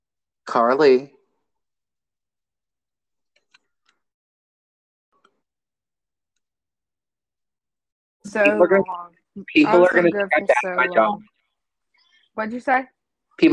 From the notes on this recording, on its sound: this episode's sound quality definitely took a ride on the struggle bus